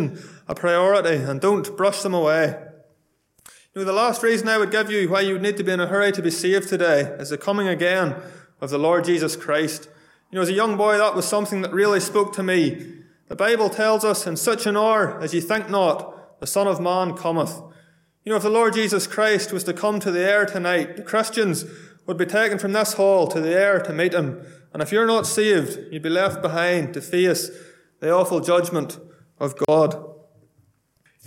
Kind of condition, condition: setting, large echoing room